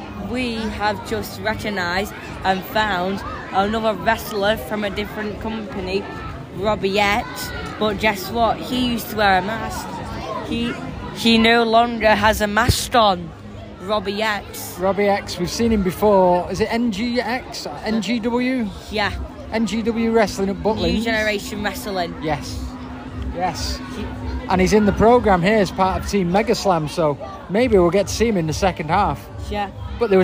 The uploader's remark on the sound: Megaslam Wrestling Special Live From Manchester. This episode of a Wrestle Think comes to you recorded live from the mega slam live wrestling event in Manchester in October 2022. We record from outside the venue before the event starts, at the interval and a plan of recording at the end was jeopardised as it turned out all of the trains home were cancelled, so we had to run to a train station to get on the train so the wrap-up of this episode is recorded a few days later.